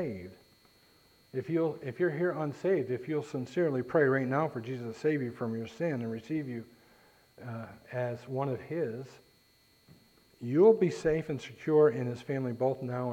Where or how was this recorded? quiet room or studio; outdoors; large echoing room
large echoing room